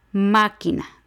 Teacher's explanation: La antepenúltima es ma y lleva el acento en máquina.